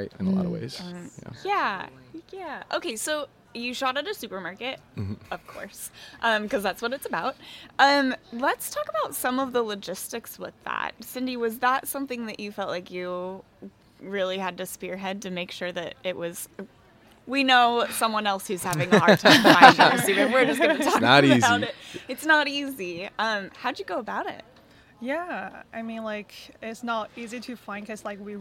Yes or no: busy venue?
yes